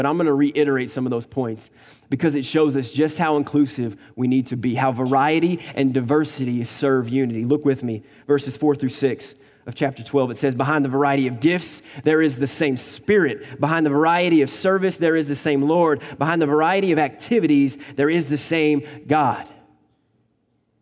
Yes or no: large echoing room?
yes